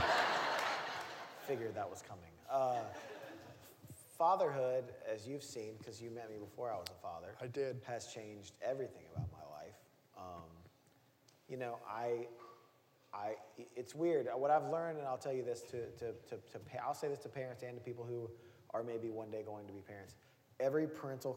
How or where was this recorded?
live audience